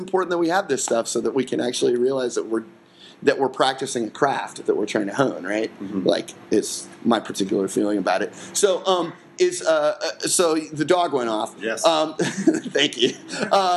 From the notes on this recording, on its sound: Live at the iO Theater on Clark St